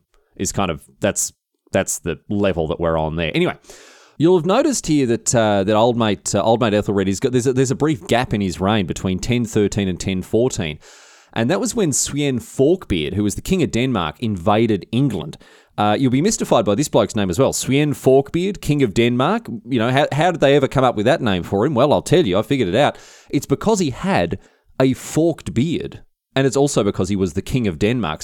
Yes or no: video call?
no